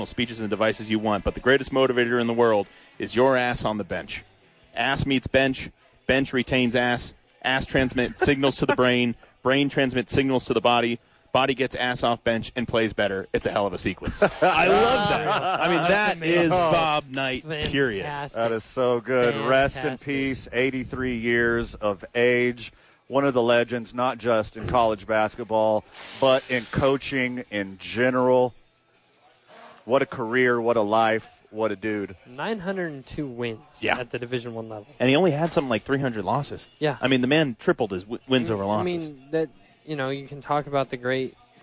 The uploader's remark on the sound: live from ABQ AXE!